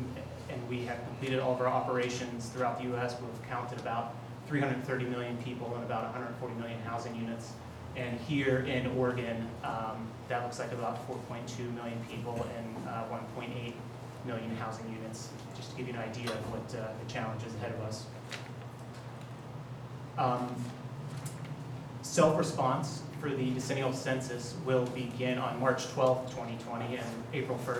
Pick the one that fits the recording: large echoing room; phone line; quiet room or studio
large echoing room